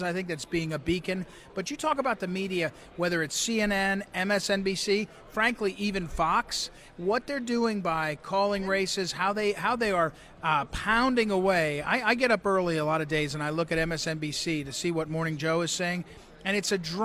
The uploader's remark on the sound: Live from Golden Hall!